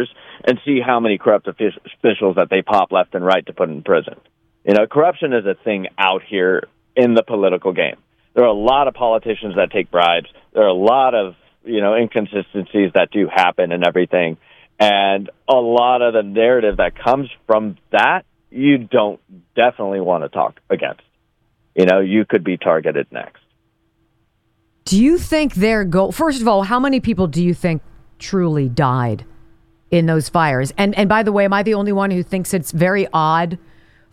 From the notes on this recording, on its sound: LIVE FROM LAHAINA. A US veteran who lives 5 minutes from the burn zone in Lahaina Town CALLS IN LIVE. LIVE FROM MAUI.